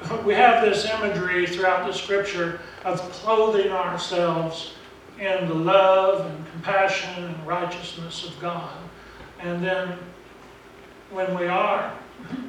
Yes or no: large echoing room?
yes